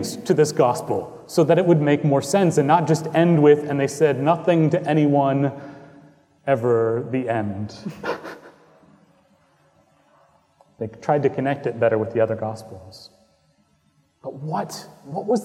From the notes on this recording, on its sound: Recorded on Easter Sunday, 2018 at Trinity Presbyterian Church in Bixby, Okla.